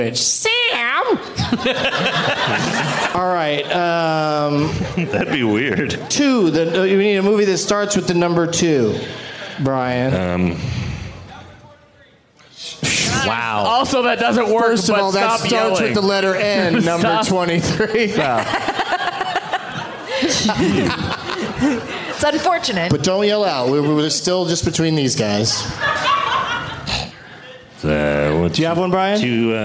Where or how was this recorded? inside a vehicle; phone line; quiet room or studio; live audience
live audience